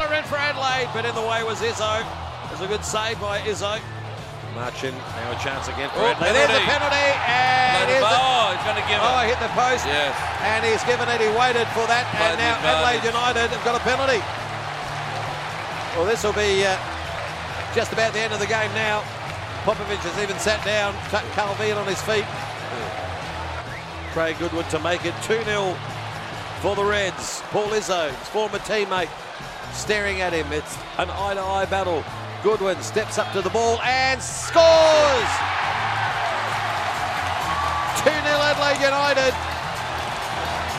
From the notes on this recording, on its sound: live from Coopers Stadium